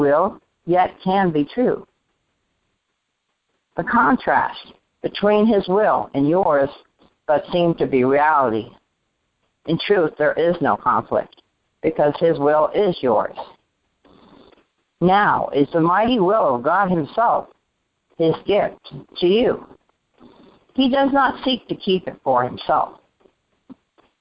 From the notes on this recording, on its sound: ACIM Daily Conference Call